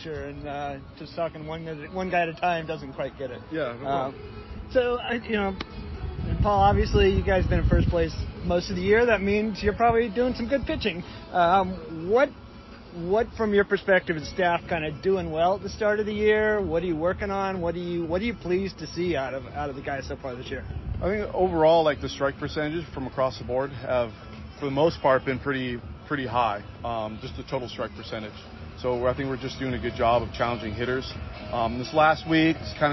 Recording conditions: busy venue